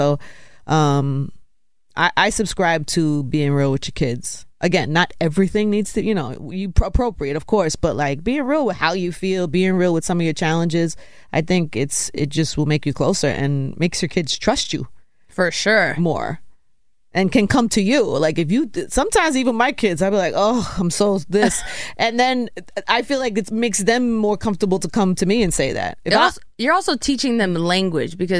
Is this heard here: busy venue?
no